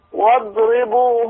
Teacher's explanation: نقف على الضاد بزمن يبين الرخاوة بتاعتها وما مهزش المخرج بتاعها